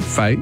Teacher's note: it's F-A-I-T, fait, you don't pronounce the T